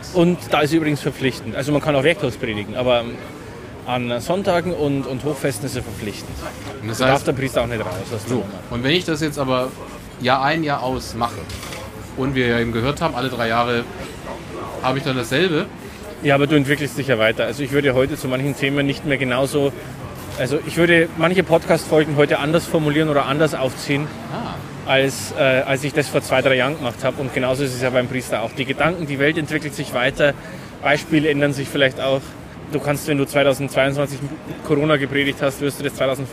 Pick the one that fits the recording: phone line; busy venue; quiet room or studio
busy venue